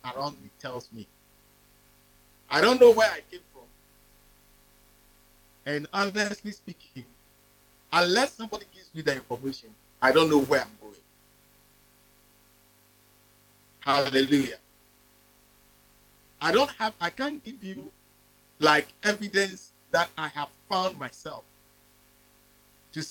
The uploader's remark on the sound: In today's message preached at the Living Waters Cathedral.